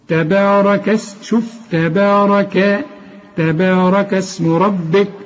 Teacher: التاء والبه بالمد بتاعها مرققين، الراء مفخمة، الكاف مرققة